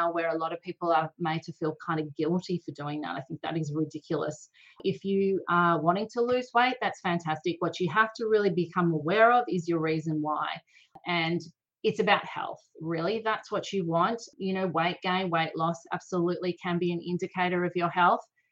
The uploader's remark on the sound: recorded a live and interactive webinar on this topic, and she’s sharing the audio with you